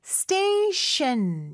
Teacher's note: 앞에 T 발음은 쌍디귿 발음으로 된소리로 해주시고요. 뒤에 T 발음은 SH 발음이죠.